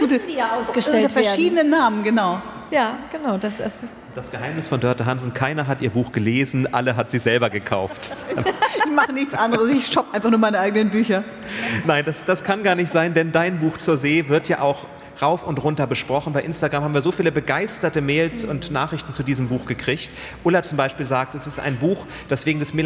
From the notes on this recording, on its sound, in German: Calvadosgelee auf der Buchmesse. Das alles live auf der Frankfurter Buchmesse. Das Quiz, mit Publikumsbeteiligung, strotzt vor herrlich unnützem Partywissen.